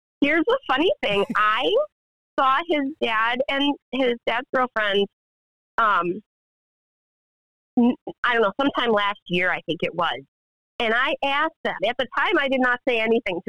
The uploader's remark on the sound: Phone interview.